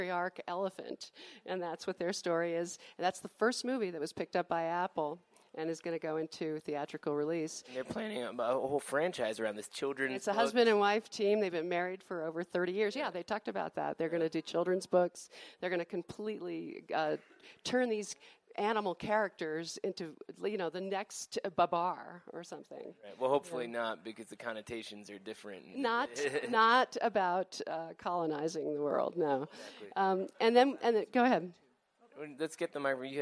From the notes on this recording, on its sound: Live at Sundance 2019.